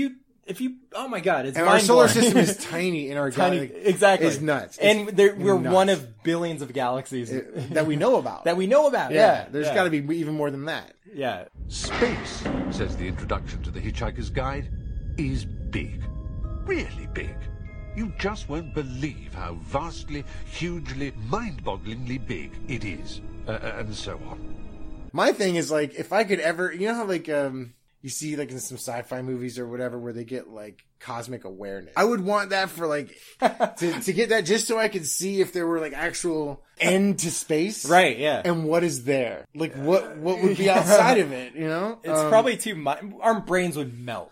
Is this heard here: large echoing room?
no